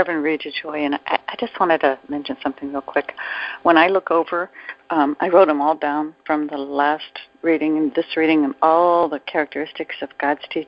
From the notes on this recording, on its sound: ACIM Daily TEXT Conference Call.